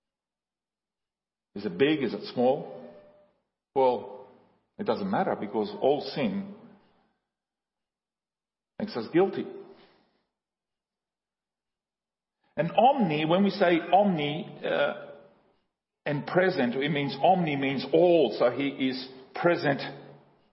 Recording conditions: large echoing room